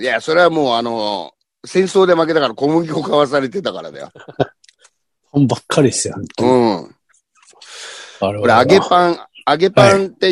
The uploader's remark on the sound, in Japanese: ZOOMより配信